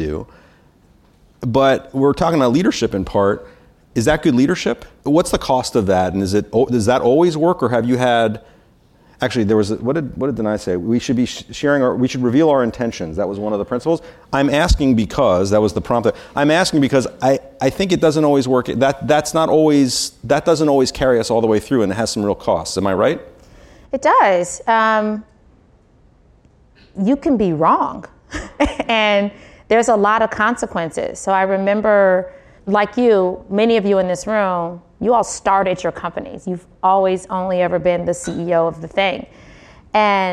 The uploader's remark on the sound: Recorded live from the Concrete Rose Summit in Menlo Park, CA.